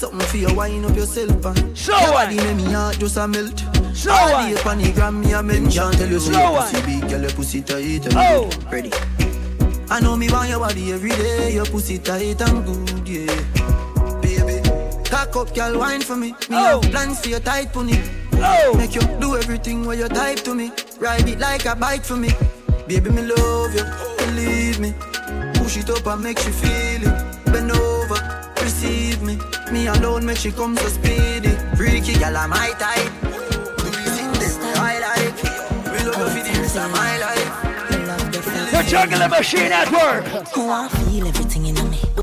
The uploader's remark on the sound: LIVE AUDIO from Island Saturdays